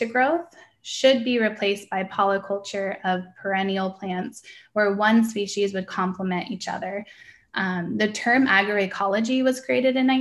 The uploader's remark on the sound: This is a recording from a webinar